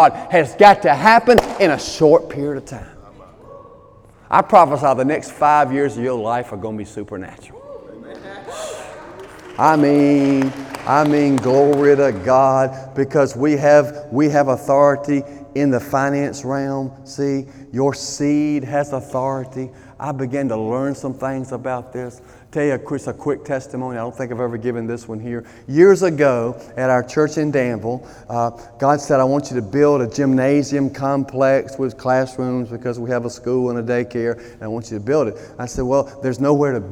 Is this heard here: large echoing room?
yes